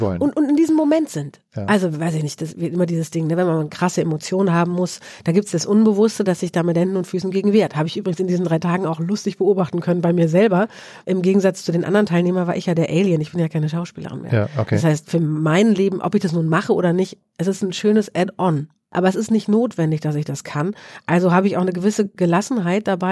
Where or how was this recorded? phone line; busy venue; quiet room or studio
quiet room or studio